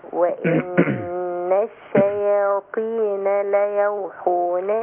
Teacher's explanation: الياء رقيقة من أولها لآخرها